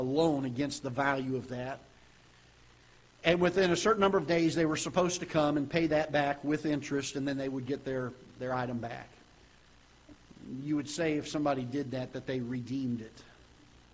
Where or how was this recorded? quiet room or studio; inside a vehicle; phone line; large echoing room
large echoing room